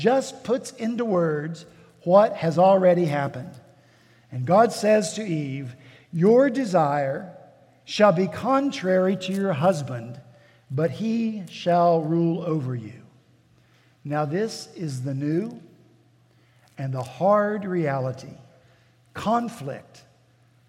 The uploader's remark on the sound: At Redeemer Presbyterian Church in Charleston, SC